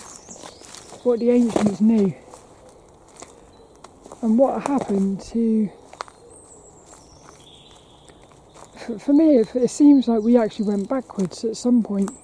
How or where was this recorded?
outdoors